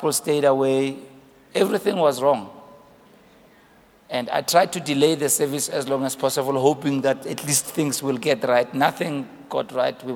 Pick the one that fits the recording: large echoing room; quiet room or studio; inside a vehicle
large echoing room